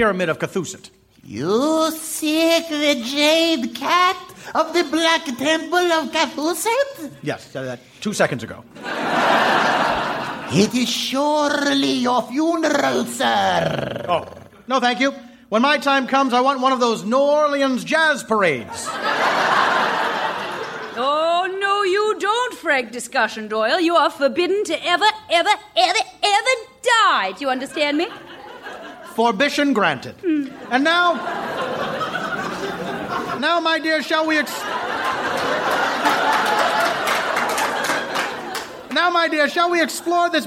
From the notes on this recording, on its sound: Recorded Live 3/3/2012 at Largo, Los Angeles.